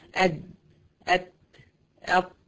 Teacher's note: من طرف اللسان العريض، تلاقي لسان مريح كده على اصول الثنايا، قد قد اب، تلاقي ايه الطرف اللي قدام ده واخد يعني مساحه اكبر شويه.